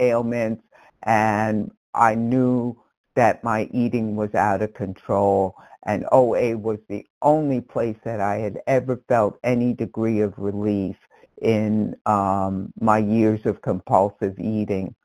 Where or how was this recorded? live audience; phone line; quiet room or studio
phone line